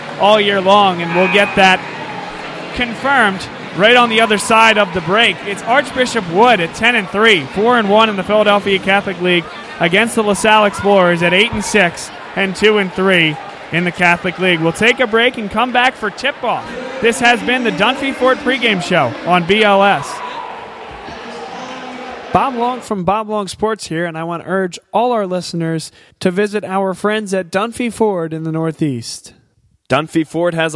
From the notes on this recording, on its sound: The Dunphy Ford Pregame Show live from Arcadia University as La Salle takes on Archbishop Wood in a PCL basketball matchup.